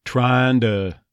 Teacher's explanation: there's the I diphthong, dropping the second half, dropping the G on that word.